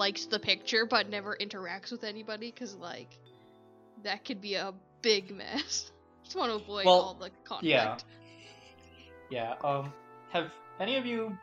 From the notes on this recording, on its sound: Join us through audio troubles.